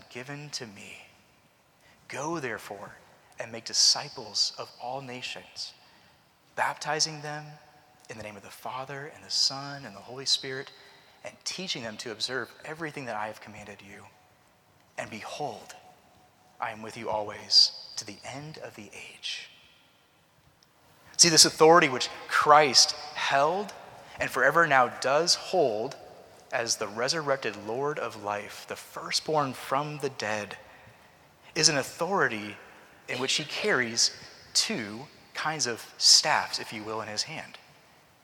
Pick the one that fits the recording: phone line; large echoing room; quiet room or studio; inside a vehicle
large echoing room